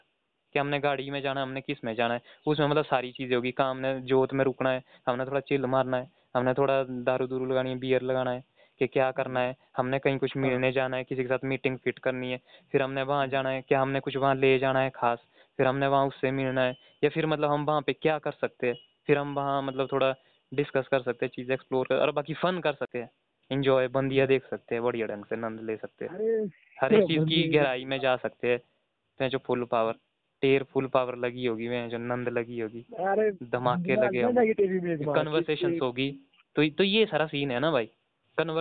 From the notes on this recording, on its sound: A phone talk